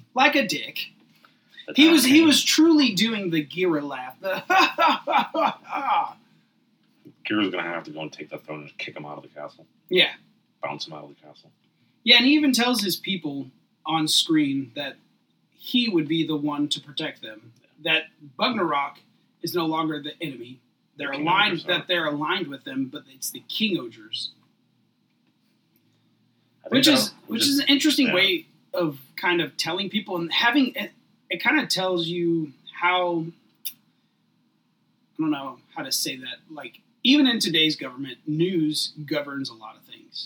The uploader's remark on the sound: They would like to apologize for the technical issues with audio.